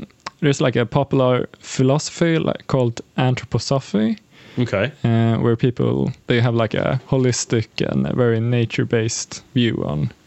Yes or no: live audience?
no